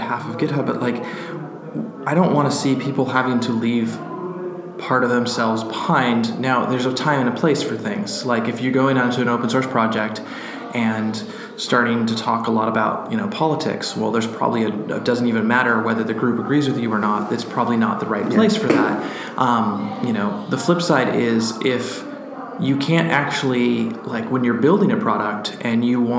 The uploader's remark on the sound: at AlterConf in Dublin